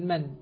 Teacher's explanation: أنطق بالنون فيرتفع اللسان إلى اللثة فأقول من، ثم أنطق بالياء فيرتفع اللسان من وسطه يا فأقول من يا، فارتفع اللسان ارتفاعتين.